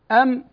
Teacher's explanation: هذا الصوت الآن صوت للميم، والميم انقطع صوتها بين الشفتين